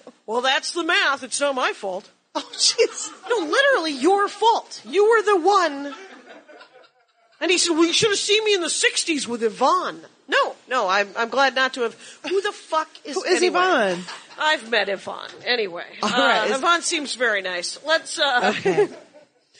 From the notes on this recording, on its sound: LIVE at NYCPodfest!